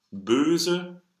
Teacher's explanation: Closed O slash. Tongue position of closed lowercase E and lip position of closed lowercase O.